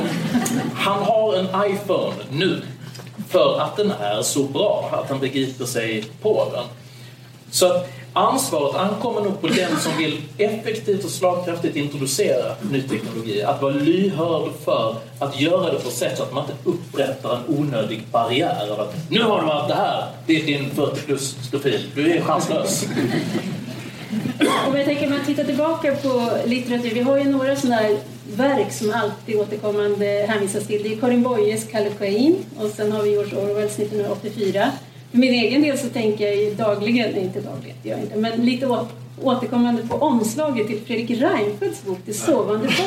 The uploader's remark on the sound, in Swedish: en inspelning från en lunch med ledarredaktionen som hölls på Playhouse teater